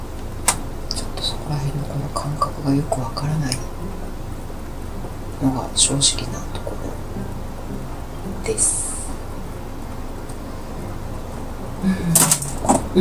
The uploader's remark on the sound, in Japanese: 雨の中で録音。雨音がね、カナカナだよ。って、言っても信じてもらえそうな程、白い雑音激しい。